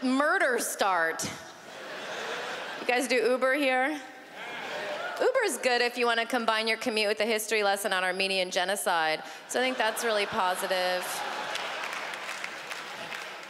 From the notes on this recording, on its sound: stand up from the Just For Laughs Festival in 2015